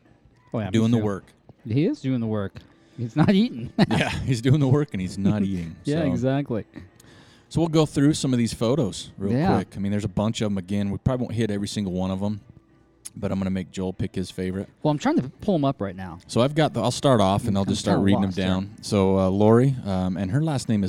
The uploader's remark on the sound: We went on location to Roosters Brewing Company in Ogden, Utah (again).